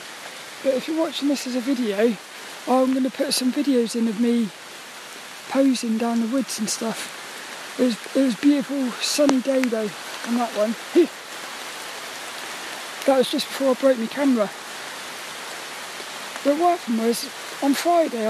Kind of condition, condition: setting, outdoors